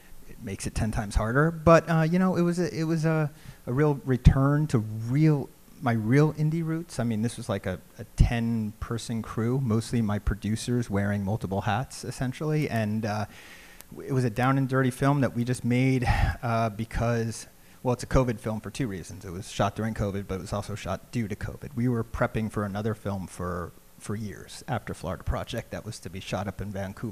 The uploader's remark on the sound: Live From NYFF